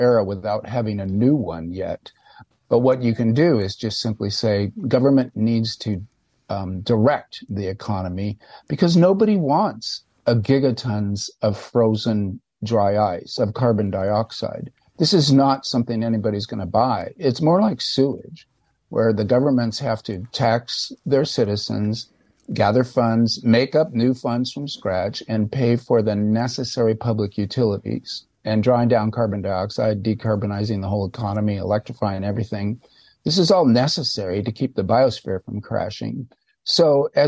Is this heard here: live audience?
no